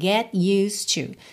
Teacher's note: Temos um E aí que vai ser completamente mudo, então você vai do S direto para o D